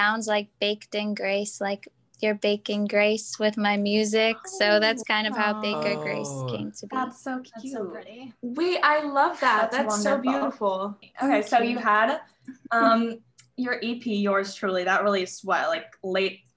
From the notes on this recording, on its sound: Stops by our zoom studio. Keep listening to hear an exclusive acoustic performance.